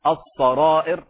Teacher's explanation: السرائر خطأ لأن الراء مفخمة